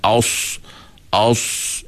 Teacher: Kita sebut sad kan, aus, lidah kita tu naik ke atas. Itu dia panggil itbaq. Huruf lam tidak.